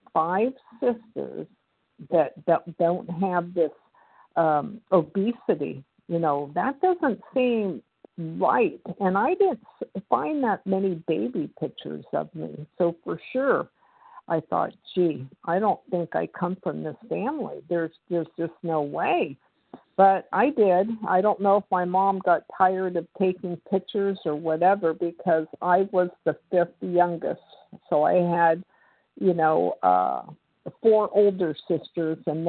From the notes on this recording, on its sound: the 100 Pounders Phone Meeting, 10/8/23